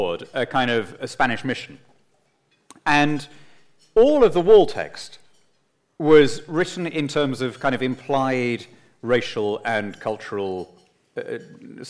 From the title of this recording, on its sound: Conversation to the CIS’s 2018 JBL Gala Dinner